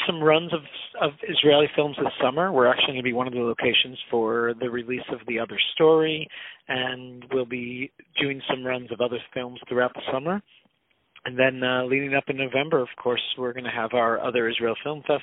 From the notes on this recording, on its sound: On the phone